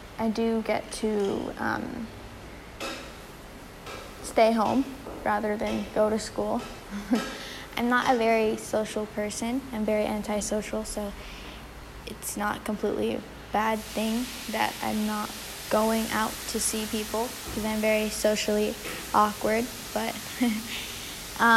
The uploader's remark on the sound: I apologize for the background sounds.